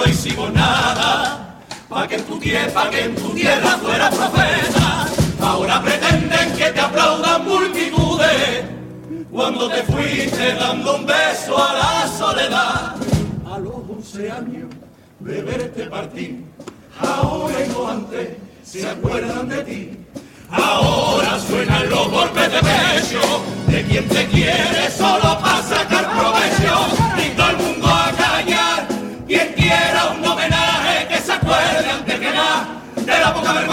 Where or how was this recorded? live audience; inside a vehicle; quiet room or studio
live audience